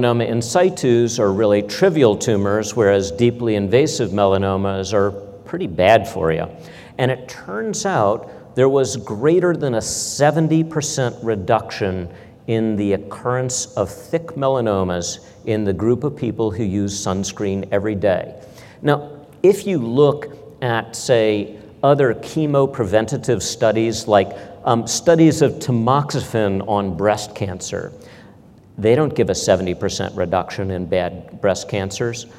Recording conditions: large echoing room